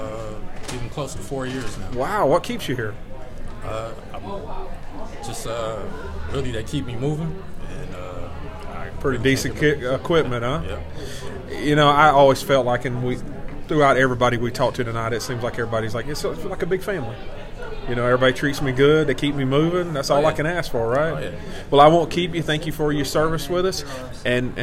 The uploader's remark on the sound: A very special episode recorded live at our TeamRoehl Annual Awards Banquet! Talk to honorees, guests and volunteers at Roehl's signature event.